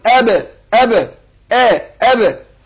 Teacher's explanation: يعني مرققة ازاي بحققها يعني تخرج من أقصى الحلقة قول أ والباء مقلقلة عشان ساكنة